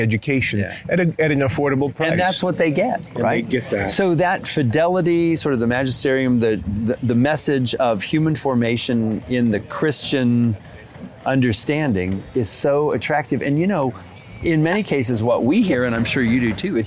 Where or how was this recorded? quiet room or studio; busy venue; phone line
busy venue